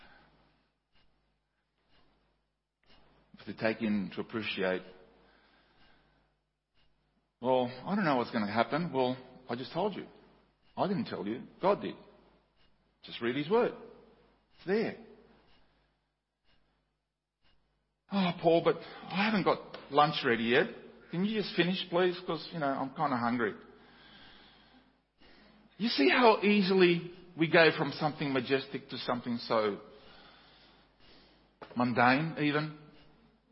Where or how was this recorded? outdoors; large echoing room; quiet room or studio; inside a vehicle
large echoing room